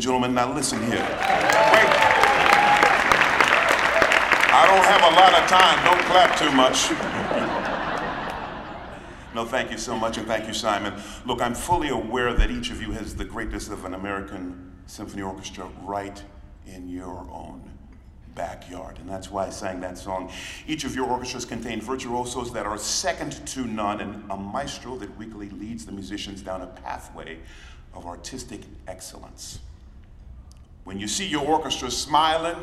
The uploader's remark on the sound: League of American Orchestras Conference. Keynote speech from the League of American Orchestra's 2023 Conference in Pittsburgh.